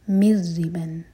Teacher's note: تو یہاں پر ہے ادغام بغیر غنہ کے، میم کو ڈائریکٹلی را سے جوڑیں گے